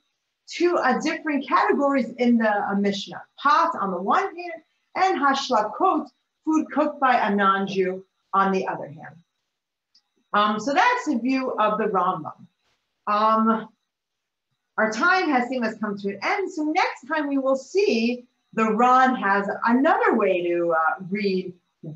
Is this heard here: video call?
yes